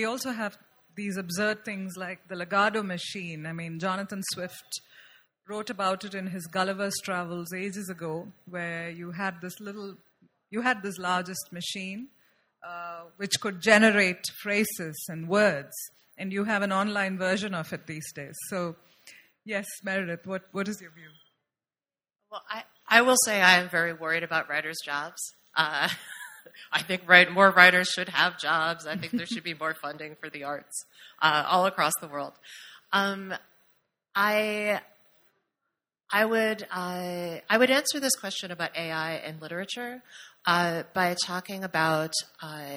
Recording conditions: live audience